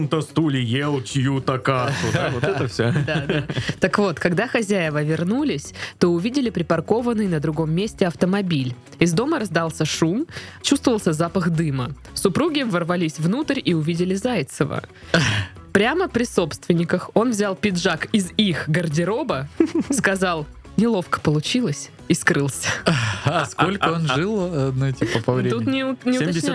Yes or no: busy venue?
no